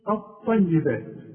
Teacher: اللام بتتحول الى نفس الحرف، اللام بتتحول الى طاء اوتوماتيك. شوف الطيبات، والحرف لابد ان يكون مشدد بقى.